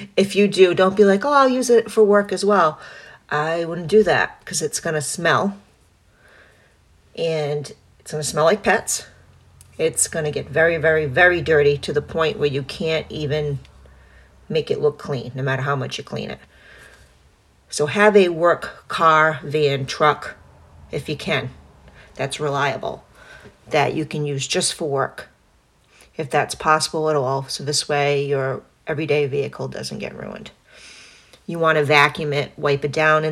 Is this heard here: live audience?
no